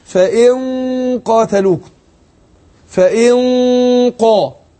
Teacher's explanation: يبقى انا اخفيت النون اهو ورحت ناطق القاف بعدها